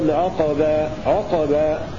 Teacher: القاف ساكنة مع القلقلة